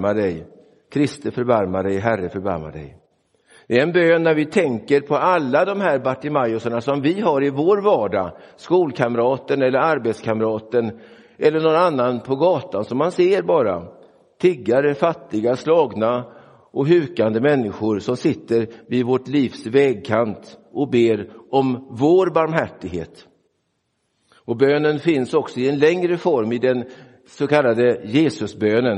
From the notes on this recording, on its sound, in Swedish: Inspelad i Roseniuskyrkan den 11 februari 2024.